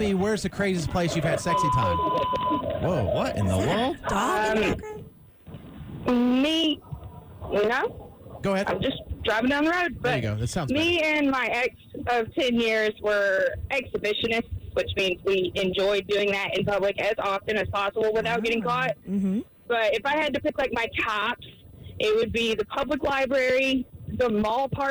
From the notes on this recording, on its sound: listeners called